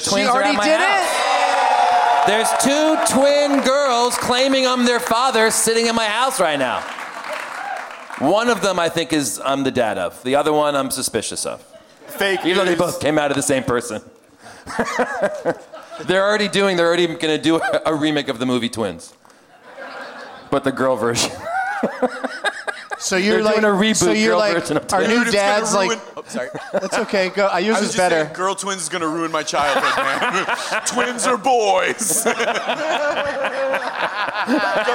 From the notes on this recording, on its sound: Live from the Gramercy Theatre in New York City